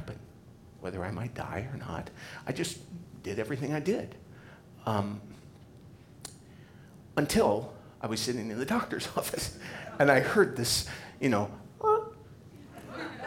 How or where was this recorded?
live audience